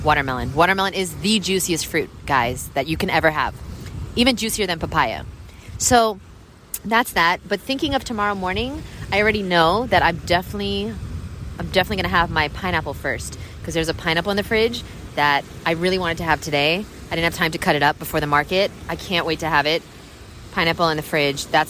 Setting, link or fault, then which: setting, outdoors